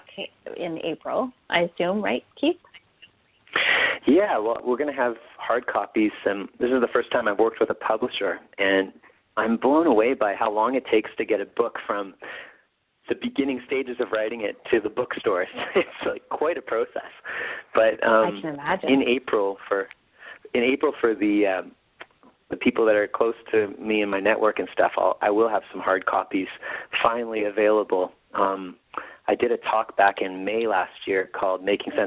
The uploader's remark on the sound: call in radio show